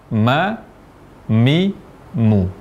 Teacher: Huruf mim kita ucapkan dengan mempertemukan antara bibir atas dan bawah dan disertai dengan gunnah.